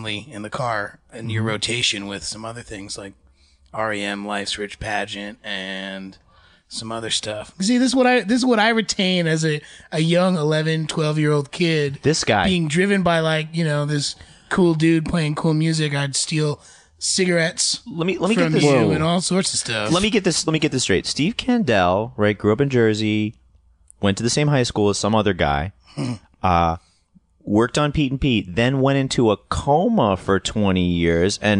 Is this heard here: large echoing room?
no